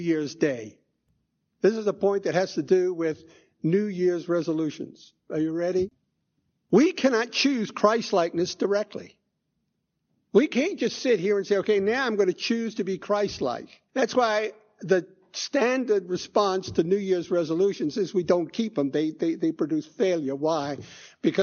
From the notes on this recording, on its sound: Christ Church Anglican.